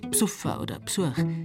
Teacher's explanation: Das unbetonte E in der Vorsilbe lässt der Bayer weg.